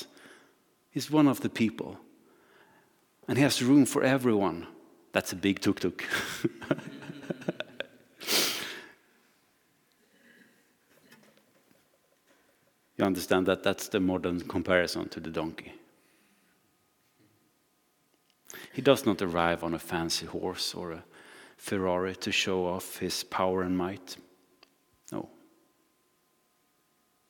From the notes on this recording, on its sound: Recording from Immanuelskyrkan Skövde